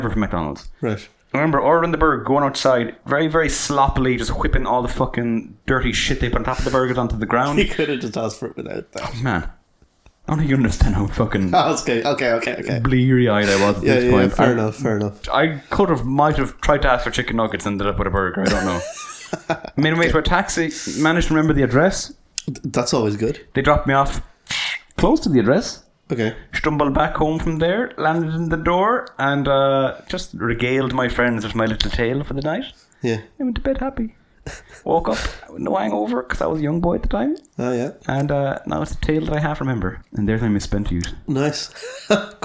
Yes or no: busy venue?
no